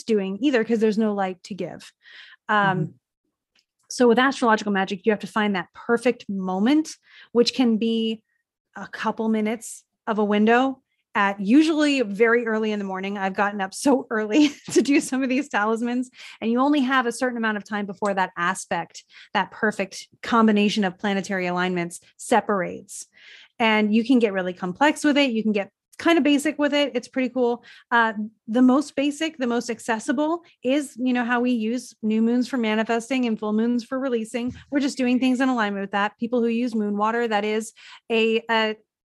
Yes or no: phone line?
no